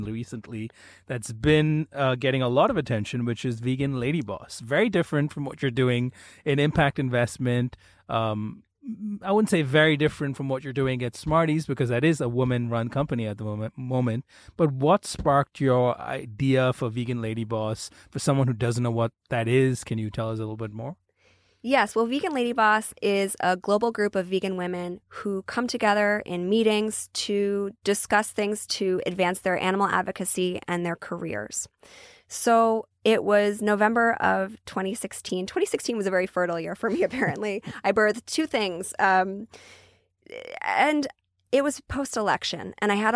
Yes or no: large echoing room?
no